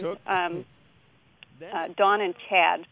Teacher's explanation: It's a longer vowel than it is in, you know, other regions of the country, and you can hear it pretty distinctly when he says Chad. · Term: raised ah sound